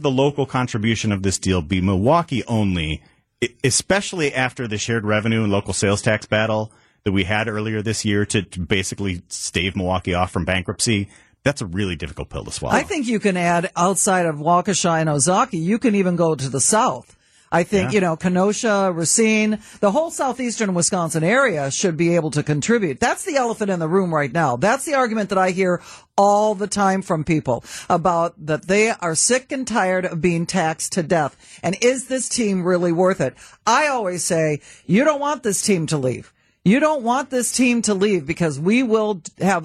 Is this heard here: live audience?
no